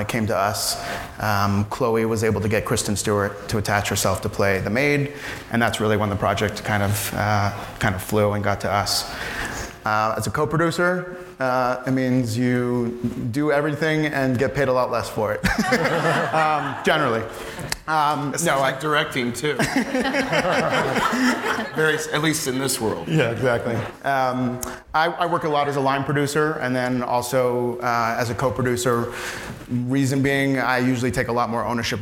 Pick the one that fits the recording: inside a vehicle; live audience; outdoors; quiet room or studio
live audience